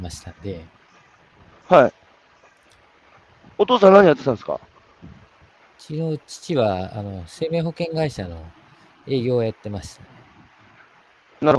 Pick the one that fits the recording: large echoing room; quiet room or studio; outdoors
outdoors